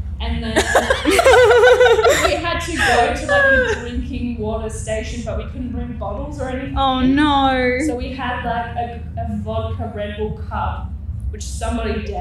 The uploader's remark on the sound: coming to you from our Splendour in the Grass LIVE SHOW!